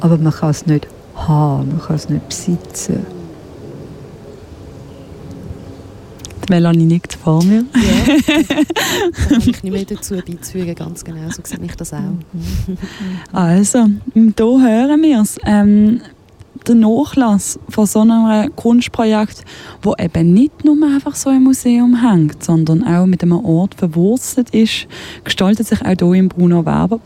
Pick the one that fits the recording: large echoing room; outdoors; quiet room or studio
outdoors